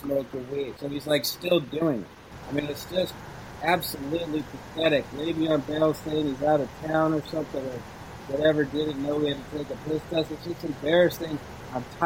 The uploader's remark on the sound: The random snap, crackle, pops that occur. The sound of my voice, which makes it seem we recorded this pod in a small empty closet.